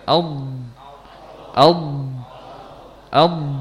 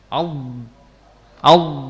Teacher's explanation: Jadi yang benar tepi lidah bertemu dengan gigi geraham atas. · Shown in: first take · Term: huruf dhad